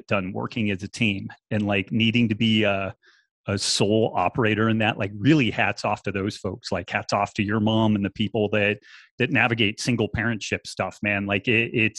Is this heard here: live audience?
no